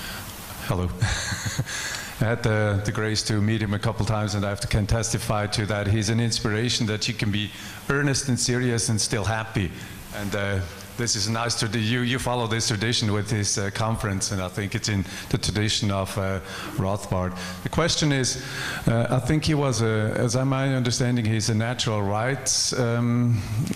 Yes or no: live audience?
yes